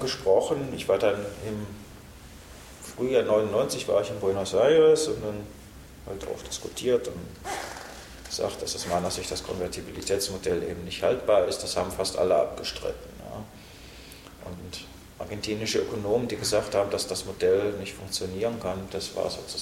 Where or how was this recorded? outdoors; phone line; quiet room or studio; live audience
live audience